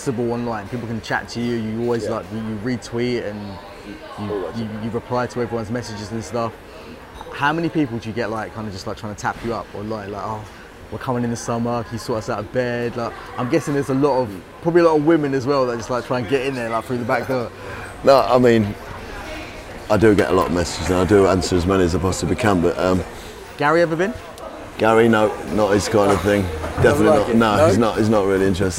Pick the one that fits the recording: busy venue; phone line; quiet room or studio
busy venue